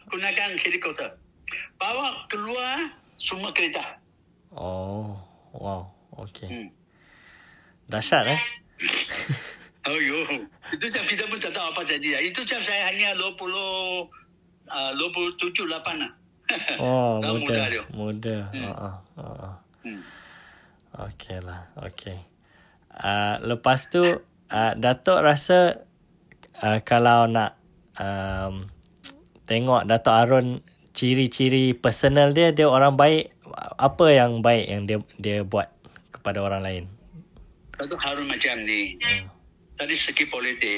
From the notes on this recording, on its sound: Telephone conversation on the 7th of April 2023